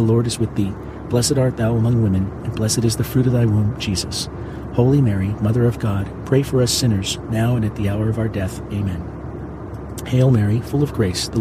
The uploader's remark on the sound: Pray the Rosary from inside a commercial jet while powerful engines provide a soothing rumble outside at an altitude of 35,000 feet.